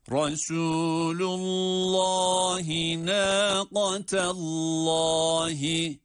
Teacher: Fekale lehum Resulullahi. Burada Resul derken de ra harfi kalın, sin harfi ince ve met ile okunuyor.